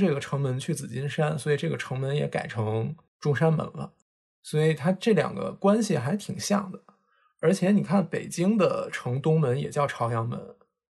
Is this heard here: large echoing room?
no